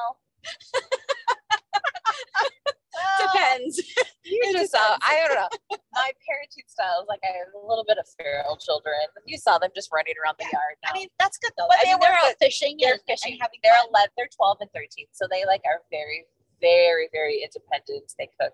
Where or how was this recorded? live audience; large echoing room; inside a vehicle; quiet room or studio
inside a vehicle